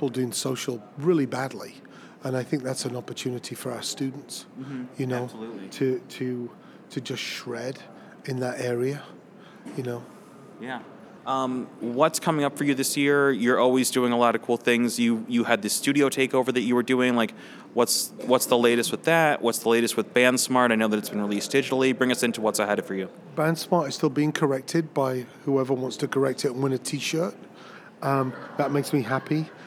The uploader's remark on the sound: Recorded at SXSW 2016 on Monday, March 14th, for Chicago Inno, #ChicagoMade, and Dynasty Podcasts.